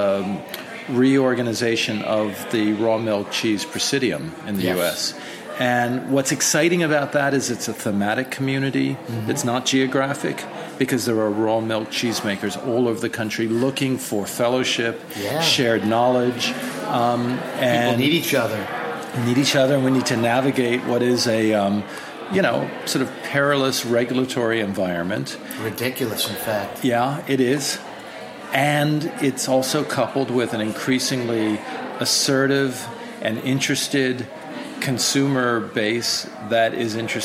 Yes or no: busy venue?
yes